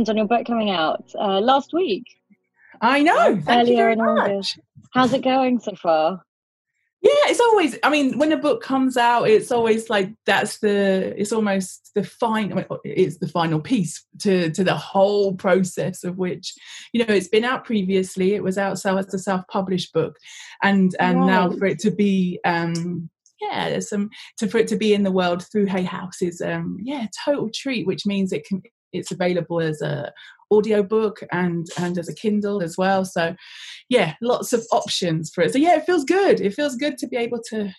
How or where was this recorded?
video call